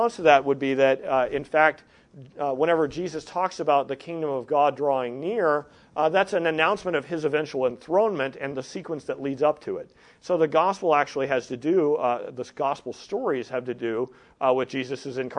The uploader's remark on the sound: The following audio comes from the National Disciple Making Forum by Discipleship dot org.